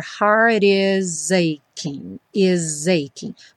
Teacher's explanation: o T do heart juntando com is, tendo aquela modificação do som rarará. Então, though your heart is aching, is aching.